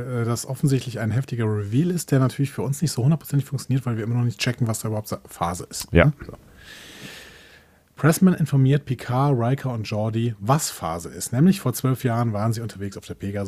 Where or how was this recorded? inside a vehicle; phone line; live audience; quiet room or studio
quiet room or studio